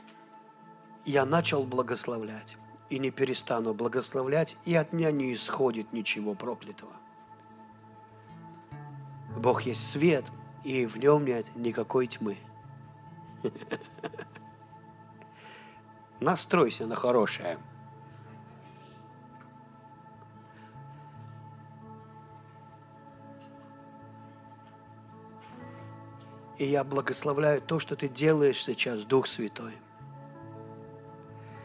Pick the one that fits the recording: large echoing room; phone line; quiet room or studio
large echoing room